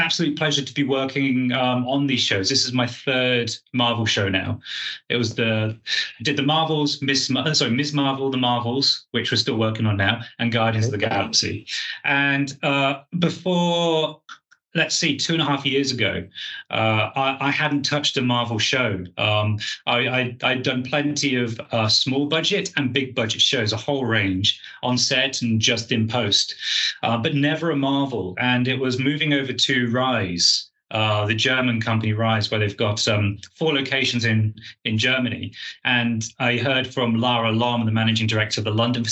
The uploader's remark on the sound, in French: Neuchâtel International Fantastic Film Festival (NIFFF). Grâce à l'organisation du festival et aux joies des technologies modernes. S'est déroulée en visio au début du mois de juillet.